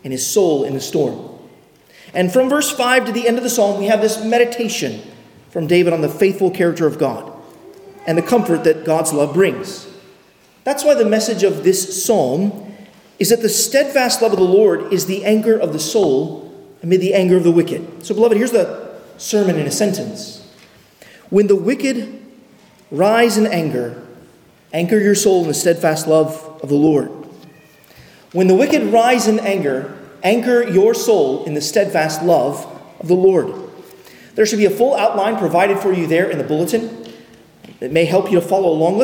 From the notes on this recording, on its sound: at Arlington Baptist Church in Arlington, Virginia